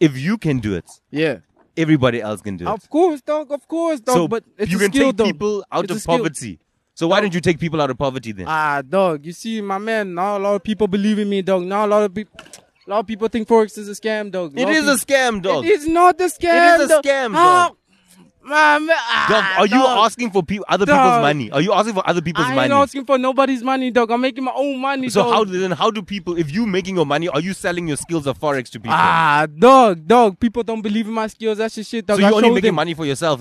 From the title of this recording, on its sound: LKS Outside: The Skate Park